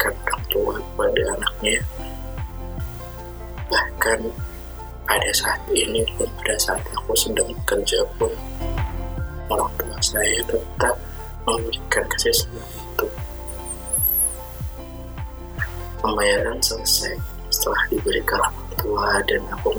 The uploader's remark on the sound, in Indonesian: Mohon maaf kualitas suaranya masih belum terlalu baik.